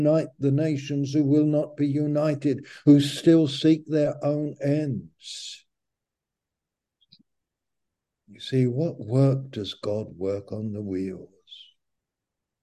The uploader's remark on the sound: Malaysia Meets (Zoom)